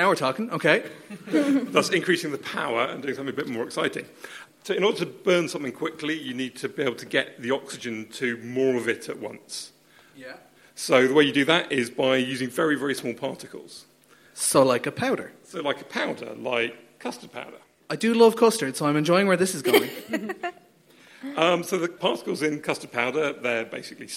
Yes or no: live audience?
yes